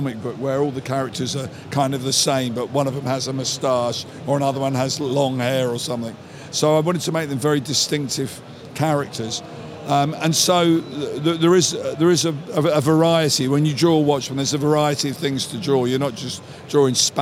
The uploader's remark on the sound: At New York Comic Con NYCC 2017. At NYCC 2017, we sat down.